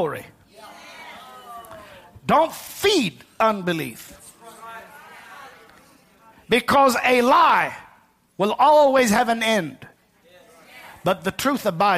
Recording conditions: large echoing room